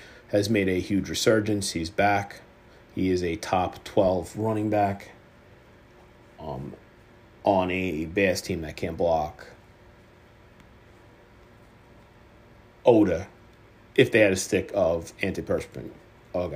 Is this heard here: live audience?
no